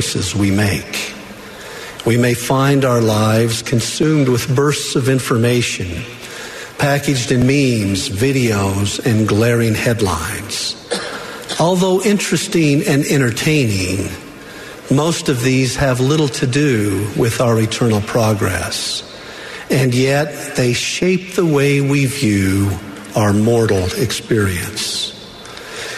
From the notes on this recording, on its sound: The Sunday Afternoon Session of the 188th Semiannual General Conference of The Church of Jesus Christ of Latter-day Saints.